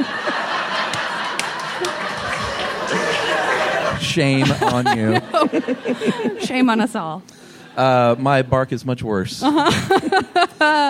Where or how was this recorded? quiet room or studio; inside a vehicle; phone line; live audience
live audience